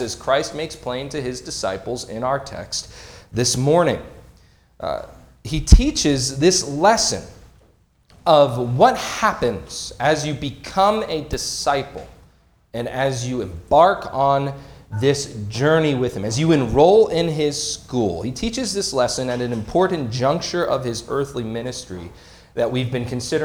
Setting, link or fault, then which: setting, large echoing room